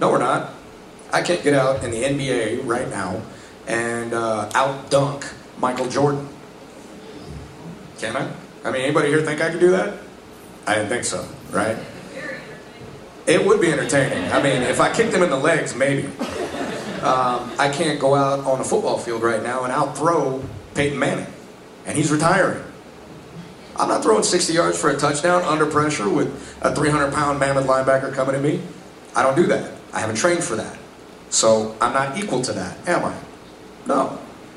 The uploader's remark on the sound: Panel from Pensacon 2016